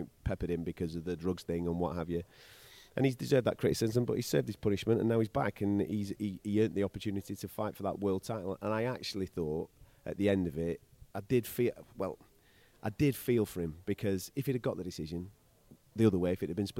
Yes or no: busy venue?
yes